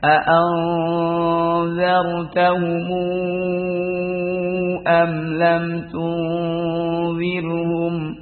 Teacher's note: Yang kalau dari riwayatnya Hafiz An-Nasim dibaca izhar syafawi ya. Izhar syafawi pada waras An-Nafi' itu dibaca dengan seperti mad silah tawila, seperti mad jaiz munfasil.